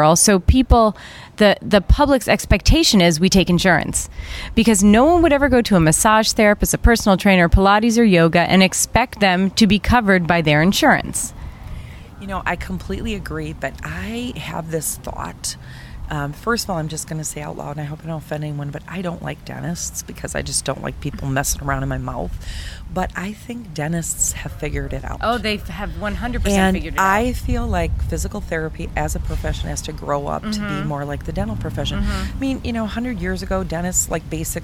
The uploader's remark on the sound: LIVE from the Annual Private Practice Section Meeting in Orlando, Florida. I am coming to you live from the private practice annual private practice section annual meeting in Orlando, Florida. We're sitting outside.